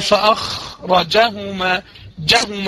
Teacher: انت بتجيبش زمن الفتحة اللي هو الزمن بتاع الحرف، انت بتقلله فبتقوم في الخاء، عفوا في الجيم بتاع فأخرجهما. · Term: الاختلاس